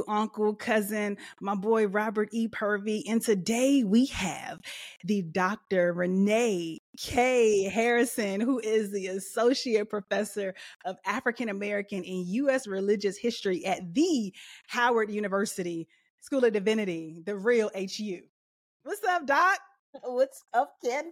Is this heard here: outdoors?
no